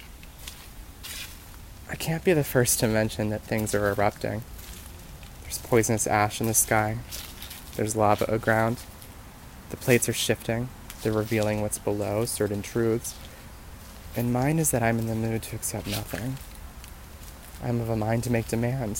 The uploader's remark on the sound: Voice Memo. Recorded this on a rainy walk. Can you hear the hills?